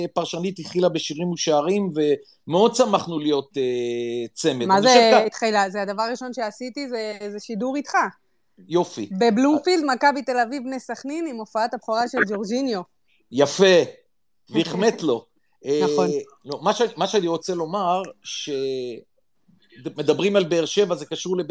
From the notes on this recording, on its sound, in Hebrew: פרק מיוחד של הציון שהוקלט בספייס בטוויטר בשמונה באוקטובר בשעות הערב המאוחרות.